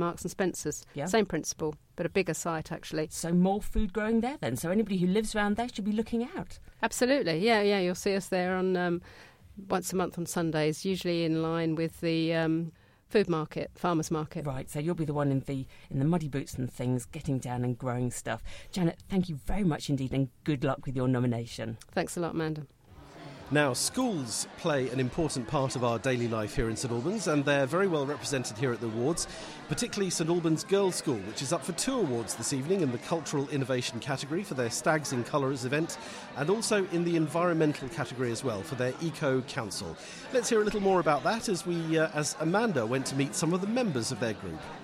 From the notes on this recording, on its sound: Listen to the highlights of the 2018 St Albans Mayor's Pride Awards, featuring all the shortlisted finalists and category winners, recorded at St Michael's Manor on March 27th 2018.